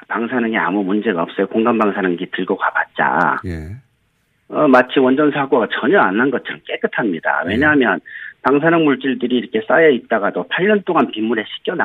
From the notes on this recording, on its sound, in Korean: 전화연결